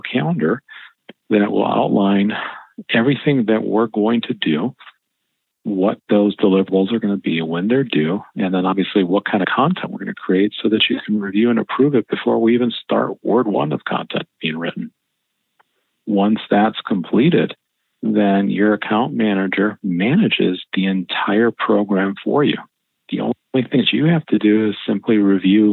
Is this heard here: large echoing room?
no